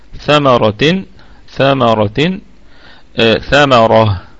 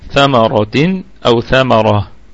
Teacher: تمام، ثمرة، ثمرة، ثمرة، نقف عليه، الكلمة كلها مرققة مع عدا الراء مفخمة وقفا ووصلا